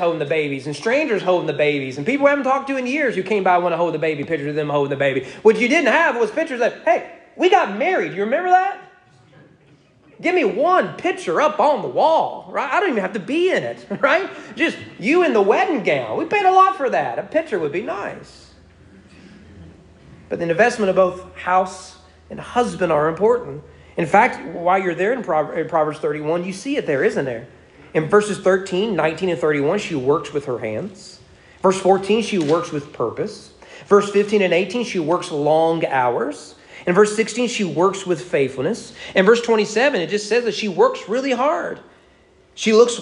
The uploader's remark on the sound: Sermon preached at East Frankfort Baptist Church on May 8, 2022 on Mother's Day during morning worship.